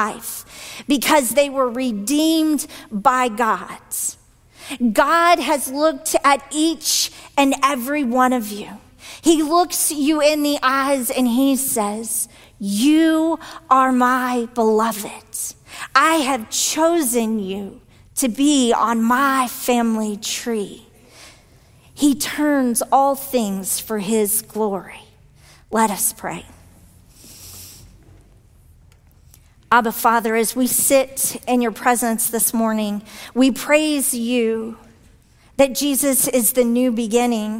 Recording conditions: large echoing room